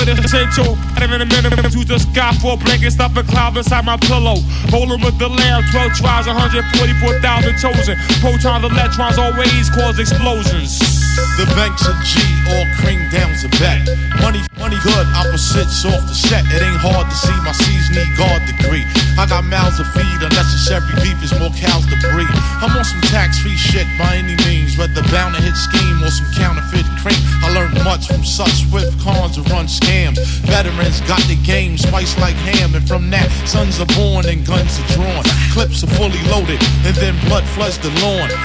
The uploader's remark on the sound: 'Eastside Night' recorded at Candy Shop, Paris 23-03-17.